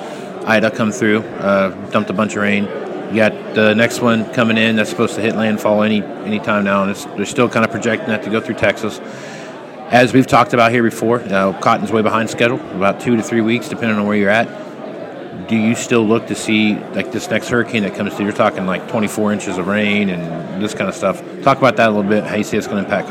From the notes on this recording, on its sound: live at the Moving Iron Summit